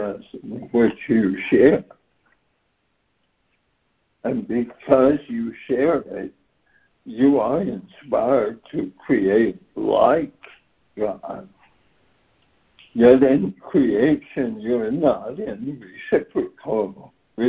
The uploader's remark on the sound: ACIM Daily Conference Call.